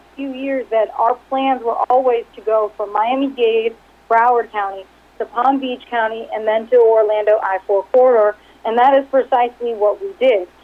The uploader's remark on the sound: Progressive Care Conference Call for Q3 2019